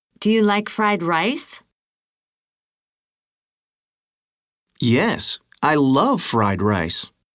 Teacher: Notice how the stress and intonation move to the new information in the answers. · Term: Stressing new information